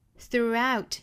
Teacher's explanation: through th 要把舌尖伸出来去摩擦上齿